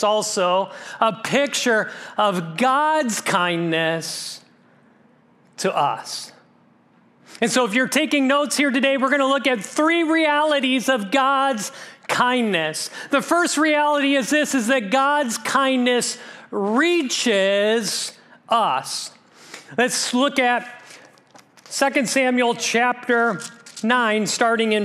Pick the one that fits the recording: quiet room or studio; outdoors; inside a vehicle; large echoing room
large echoing room